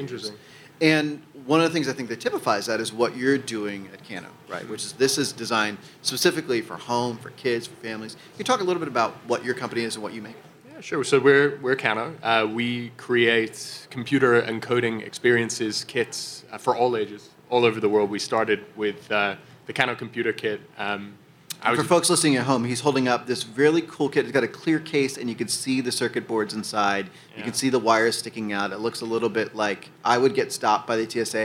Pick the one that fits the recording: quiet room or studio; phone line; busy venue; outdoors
busy venue